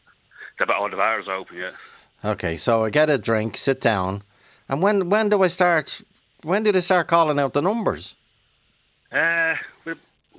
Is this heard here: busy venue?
no